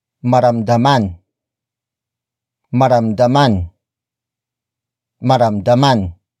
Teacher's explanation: And then we switch the first D into R before adding the ma prefix and the an suffix to become an object focus verb.